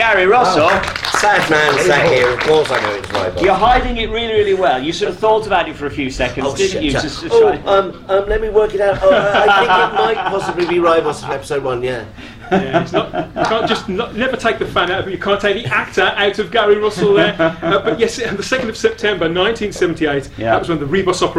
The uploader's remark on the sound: Type 40 & Company at Whooverville 14. The very first recorded completely LIVE on stage with special guests and an audience of companions, friends and fellow fans… The 14th Whooverville event at Quad in Derby. Garfield Productions who recorded the material for Type 40.